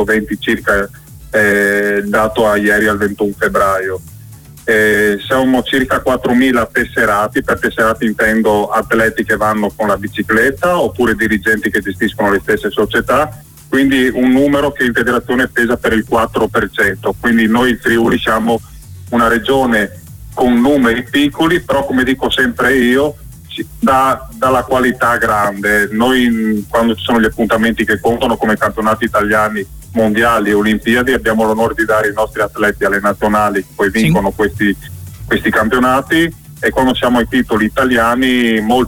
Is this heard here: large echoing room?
no